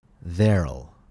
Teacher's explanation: Notice that the W sound of will disappears when using this contraction. The contraction their'll is often avoided by foreign speakers because it involves the challenging English TH sound, th, combined with the also challenging combination of the American er followed by L.